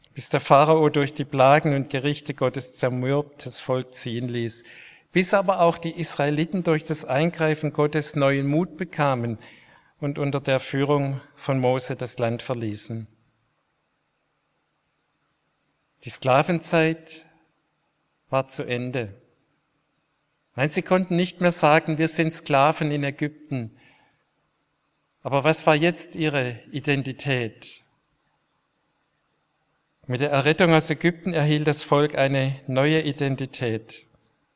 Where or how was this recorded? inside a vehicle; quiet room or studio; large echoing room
large echoing room